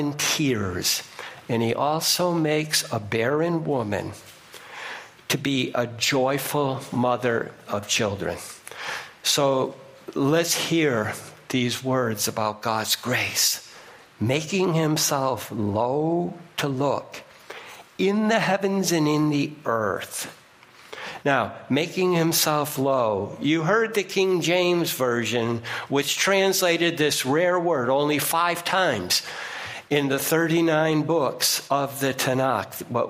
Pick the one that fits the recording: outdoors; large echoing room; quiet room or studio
large echoing room